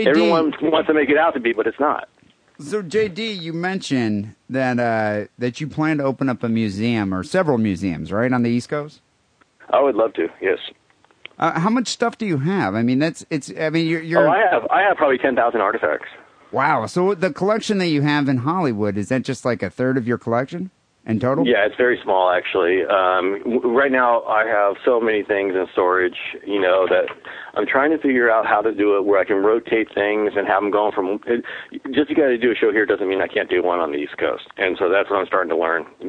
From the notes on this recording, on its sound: Phone calls